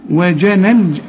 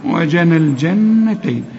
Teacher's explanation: وجنل يعني بشبك النون مع اللام